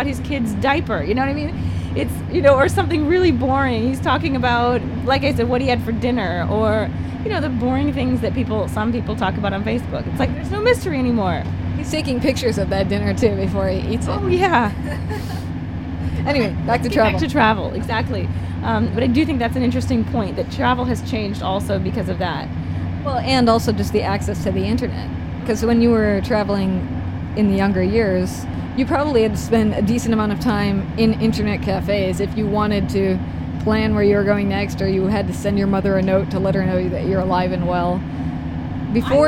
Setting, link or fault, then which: setting, inside a vehicle